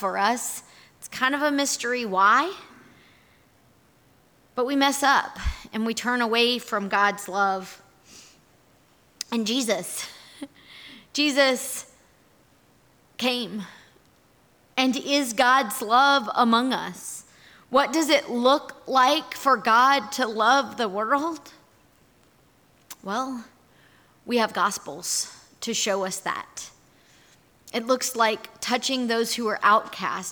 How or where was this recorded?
large echoing room